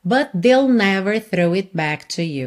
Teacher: você já junta o T de but no T de they, e esse they fica they'll, ok? Por conta desse they will que está contraído.